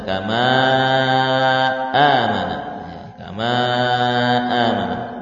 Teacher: Kama amanan nas, kama ini mad far'i ya, mad far'i panjangnya 4 harokat. Alif bertemu dengan hamzah.